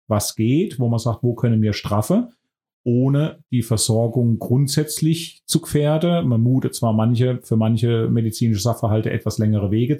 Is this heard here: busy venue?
no